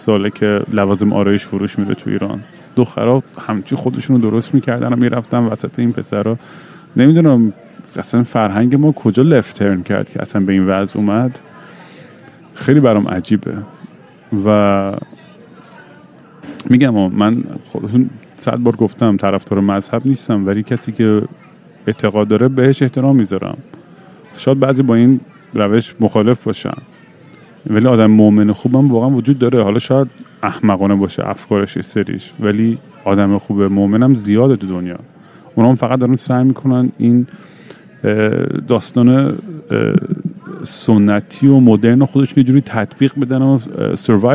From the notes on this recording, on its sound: live from LGA airport.